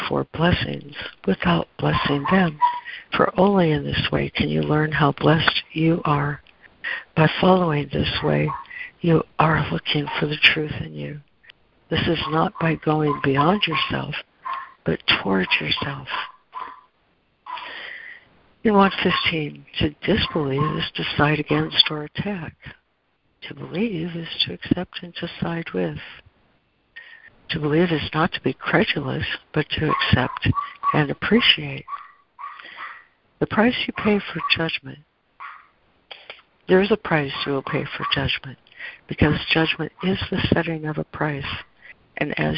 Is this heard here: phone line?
yes